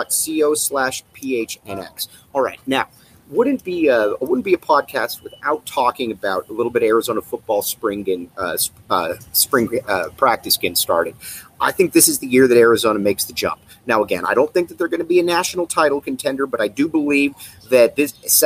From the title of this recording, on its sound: live from Sky Harbor Airport!!